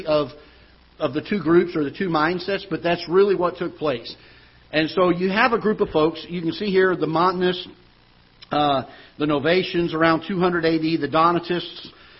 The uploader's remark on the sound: Ketha Heights Baptist Church ~ Live Broadcast